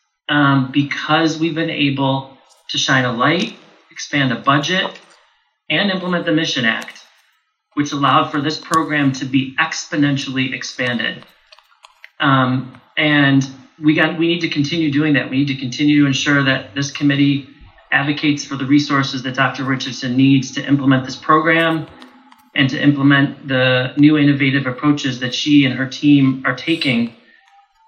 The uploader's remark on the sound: This is an audio compilation of the live Federal Advisory Meeting for Veterans, Caregivers, and Survivors, held virtually in Washington DC.